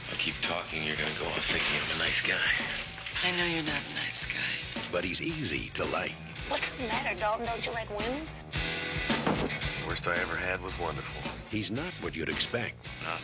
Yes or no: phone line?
yes